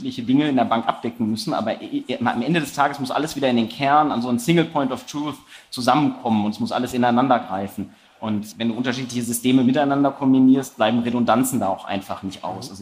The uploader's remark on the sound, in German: Diese Folge ist eine Aufzeichnung des gleichnamigen Panels von der Banking Exchange 2023 aus Frankfurt im Juni 2023.